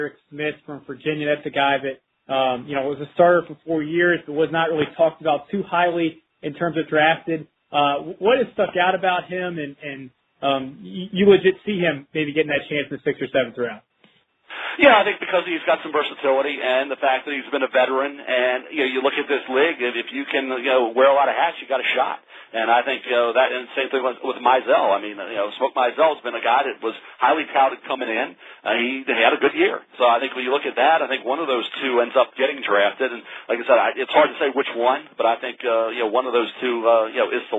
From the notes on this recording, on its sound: NFL Draft Conference Call